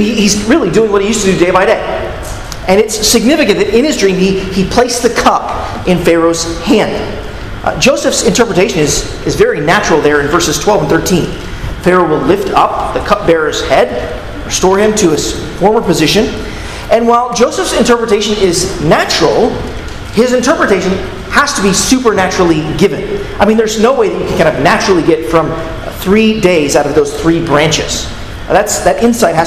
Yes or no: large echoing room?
yes